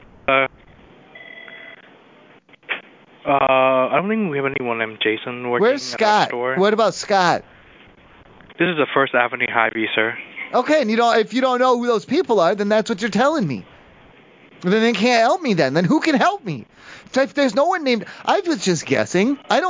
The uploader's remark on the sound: the live calls never stop!